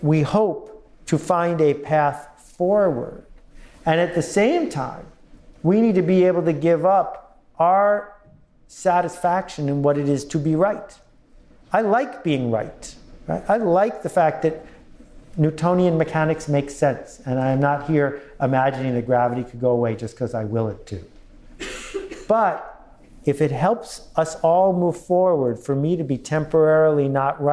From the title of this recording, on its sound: Live at the United Nations